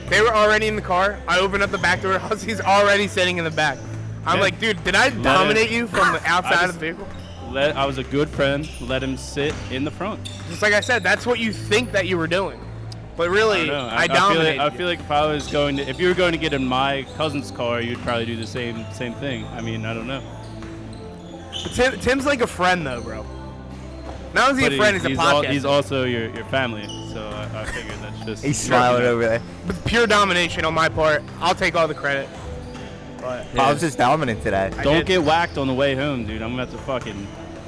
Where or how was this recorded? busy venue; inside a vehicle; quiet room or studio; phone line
busy venue